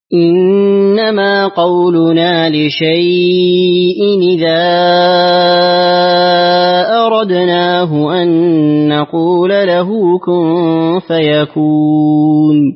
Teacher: أحسنت، وسطت اللين وكذلك أشبعت المنفصل. اقرأ بمد اللين بالإشباع مد اللين، كذلك إشباع المنفصل وإشباع العارض السكون.